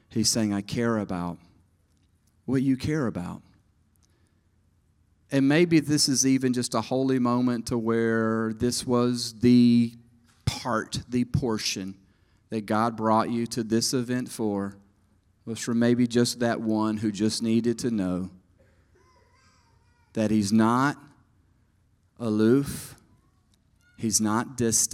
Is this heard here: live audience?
yes